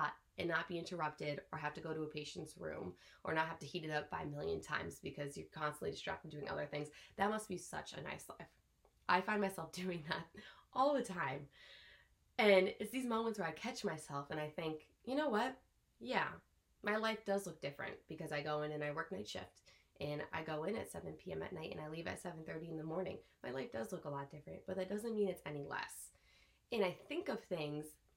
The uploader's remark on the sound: You may have to turn your volume up once we start getting into the ep! I apologize for the volume quality, as I was experimenting with a different microphone.